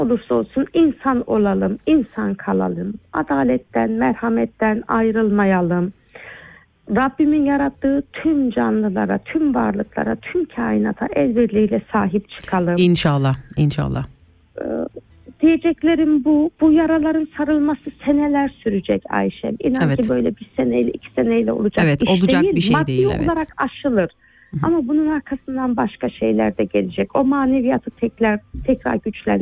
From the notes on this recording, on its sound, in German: Ein Telefongespräch mit einer guten Freundin, die momentan im Such- und Rettungsteam in der Türkei tätig ist.